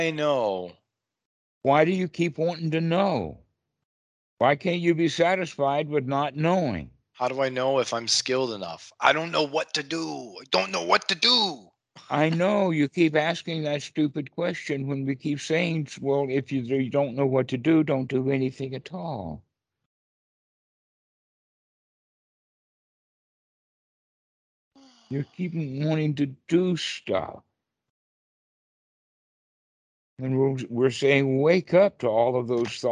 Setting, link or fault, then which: link, video call